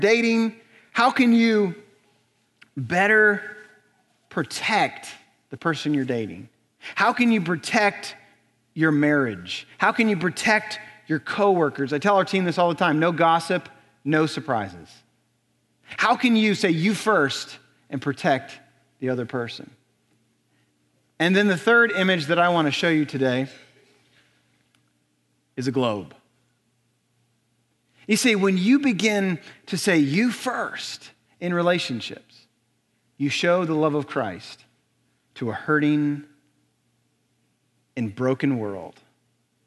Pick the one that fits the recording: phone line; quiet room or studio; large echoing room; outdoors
large echoing room